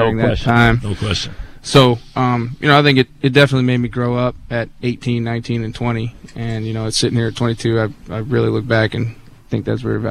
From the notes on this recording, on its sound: live from Jet camp